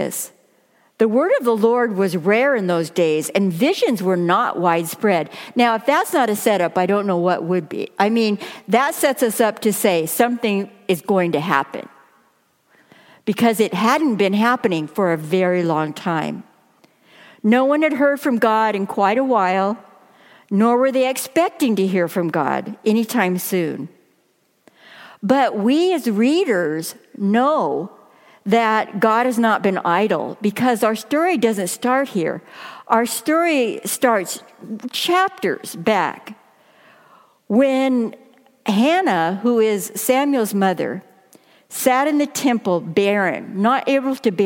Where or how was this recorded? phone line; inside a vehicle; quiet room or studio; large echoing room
large echoing room